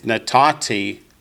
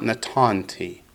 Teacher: It's irregular because the nun tends to fall off at the end on occasion. · Shown in: first take · It's natati for I gave, not natanti. · Term: The last nun fell off